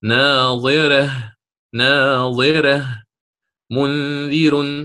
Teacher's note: يقرأ هنا بترقيق الراء، وهو السبب الثاني للترقيق وهي الكسرة اللازمة